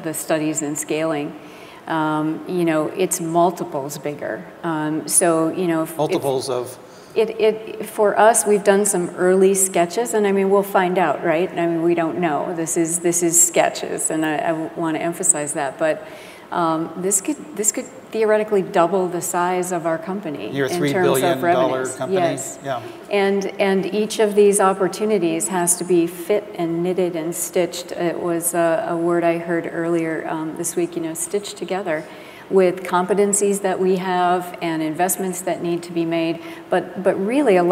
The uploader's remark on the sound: The best of live interviews from GreenBiz events.